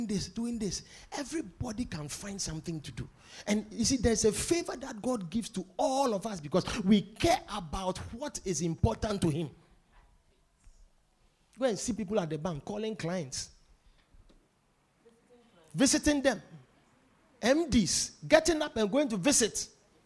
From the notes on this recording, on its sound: Preached at The Victory Secrets Service.